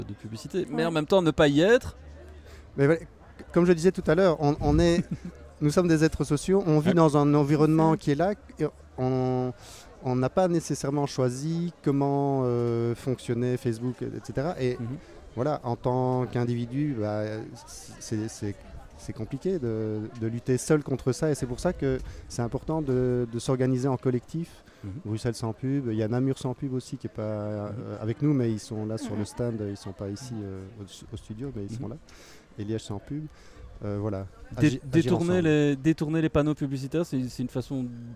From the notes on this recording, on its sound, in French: Festival Esperanzah! 2022. Media est présent au coeur du festival, à la rencontre des participants, des artistes et des ONG qui font vivre cette édition 2022.